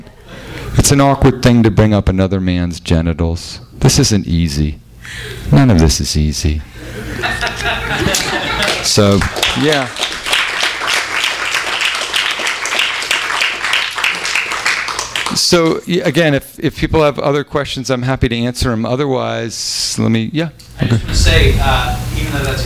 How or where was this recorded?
live audience